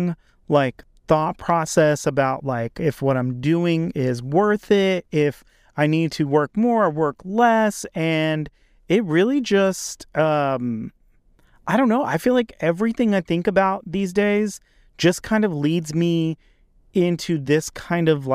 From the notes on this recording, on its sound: In this episode, I recorded in my car